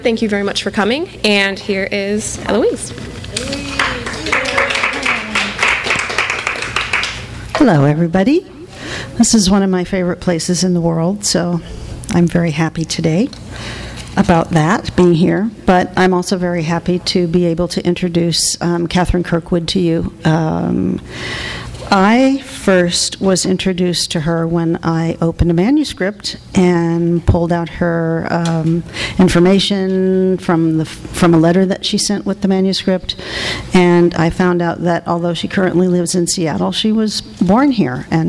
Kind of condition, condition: setting, live audience